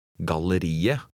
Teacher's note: the final T is not pronounced